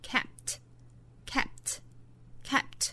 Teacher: kept 中间包含的这个 p 的发音，后面也遇到了一个爆破音，这个时候发音的方法是失去爆破